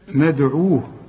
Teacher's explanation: الدال برضو نقلقل ما دام عليها السكون · Term: القلقلة